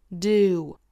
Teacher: Right thing to do.后面 right 没不特不发音 Right thing to do.后面的 do 大家不要发成了 do 还是要注意前面辅音到长元音的滑动 Do 唇形渐渐聚拢